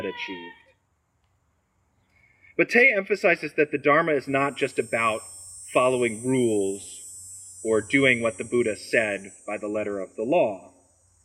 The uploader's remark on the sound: Recorded on Sunday, August 14, at the outdoor worship service.